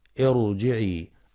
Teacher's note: في كلمة ارجعي الراء هنا مفخمة لأنها ساكنة وقبلها همزة وصل